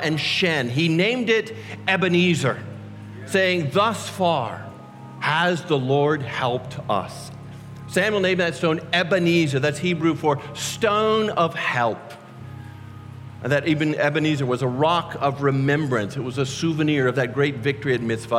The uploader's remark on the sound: our band leads us all in singing